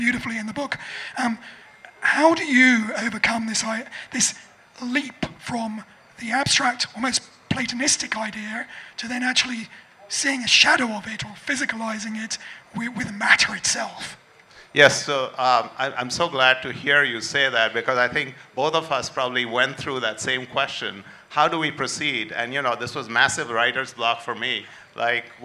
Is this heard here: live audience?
yes